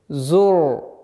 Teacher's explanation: «Ра» твердая. Так как впереди стоящий звук стоит с огласовкой «дамма», «ра» твердой будет.